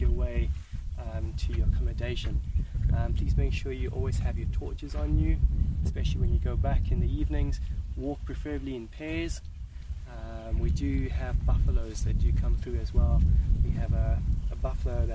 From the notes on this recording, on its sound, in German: Ausbildung zum Safari Ranger in Botswana. Seid live bei dem Moment dabei, als wir zwei Löwenmännchen dabei beobachten, wie sie einen Leoparden aufspüren und ihm seine Beute wegschnappen. Hört das Knacken der Knochen, als sie das Impala aufreißen, und das laute Schnaufen, während sie nicht vom noch zuckenden Körper der Gazelle loslassen.